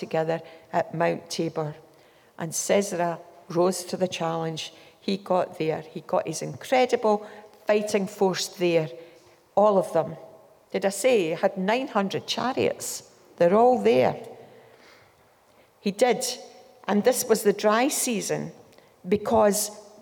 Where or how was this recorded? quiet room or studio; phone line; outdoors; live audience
live audience